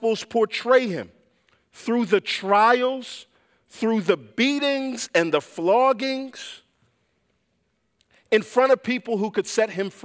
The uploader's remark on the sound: preached this sermon at Covenant Fellowship Church on May 28, 2023.